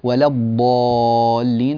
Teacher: الضاد تحتاج إلى أن تملأ بها الفم، حرف إطباق واستعلاء، فهذا يحتاج إلى يعني أن يبالغ في توضيح ذلك، طبعا يبالغ يعني أكثر مما فعلت.